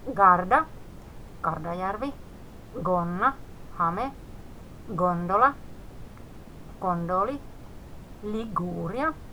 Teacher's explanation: G-ääne ja sen jälkeen A, O, U. G äännetään kovana. Se on kuitenkin kurkusta tuleva, ei semmoinen pehmeä G, niin kuin suomalaiset ääntää.